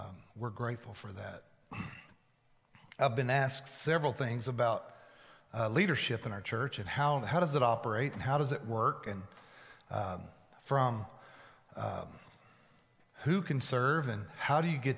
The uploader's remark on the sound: Recorded live at The Fellowship at Mt Juliet on January 19, 2020. NOTE partial recording due to technical difficulties, we apologize for the inconvenience.